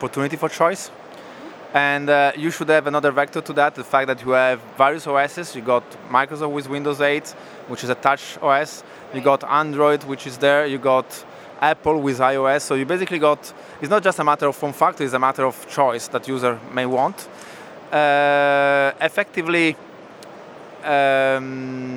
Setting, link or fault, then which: setting, busy venue